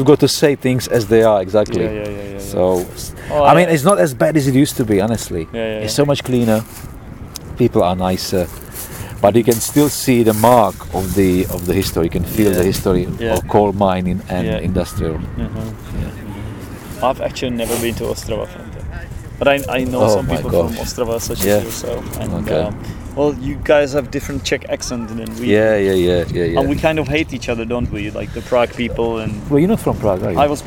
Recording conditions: outdoors